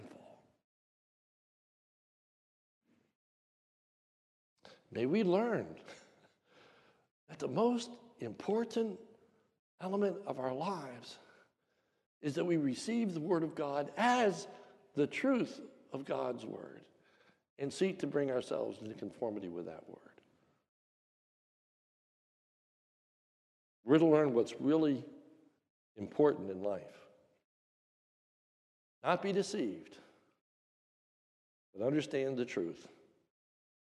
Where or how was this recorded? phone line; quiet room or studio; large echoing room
large echoing room